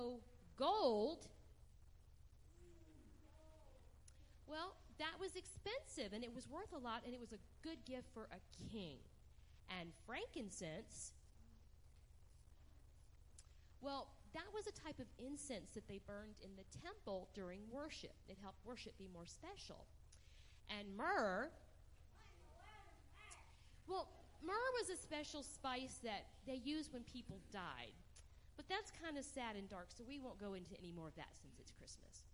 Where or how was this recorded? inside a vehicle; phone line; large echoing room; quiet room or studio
large echoing room